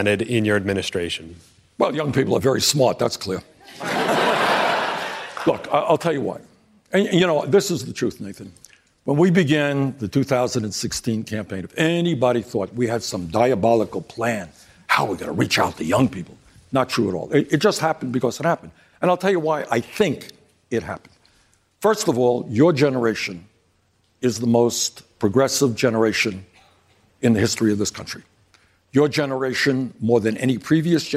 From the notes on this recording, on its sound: during a live town hall